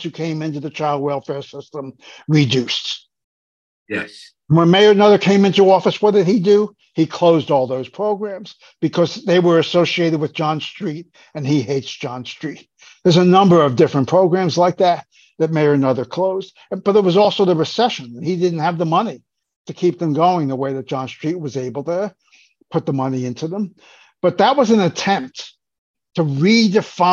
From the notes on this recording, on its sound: spoke with us via Zoom